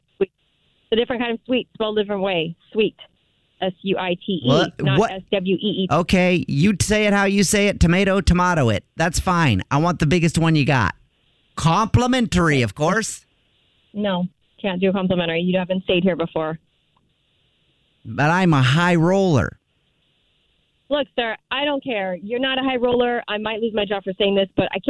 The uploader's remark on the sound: This Phone Prank is a HIGH ROLLER!